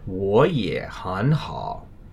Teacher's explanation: So since 也 is also in the third tone, this gives us a quadruple third tone situation. So the quadruple third tone exception rule makes the tones alternate as 2-3-2-3